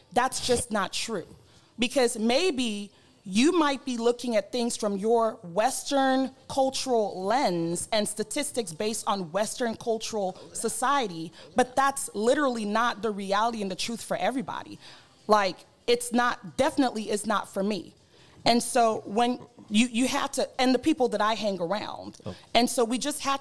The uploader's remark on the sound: Especially when it came to the live studio audience chiming in.